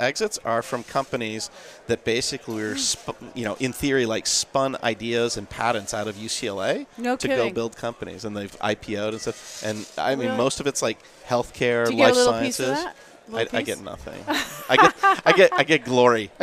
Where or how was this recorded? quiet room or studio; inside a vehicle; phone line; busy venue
busy venue